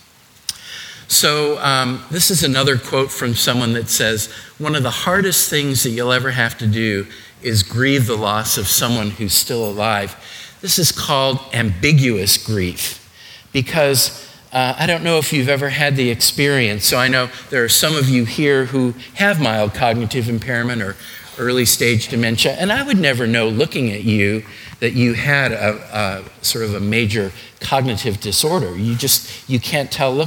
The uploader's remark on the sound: Today's podcast is a session recorded from our Alzheimer's and Dementia seminar held here at McGregor Baptist Church.